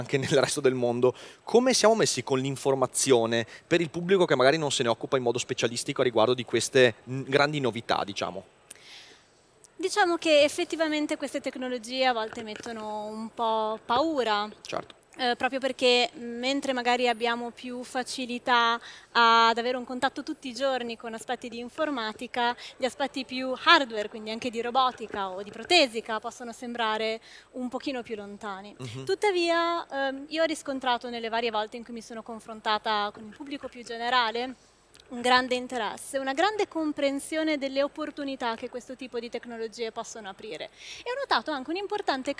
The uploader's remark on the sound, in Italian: Al Web Marketing Festival ho cogitato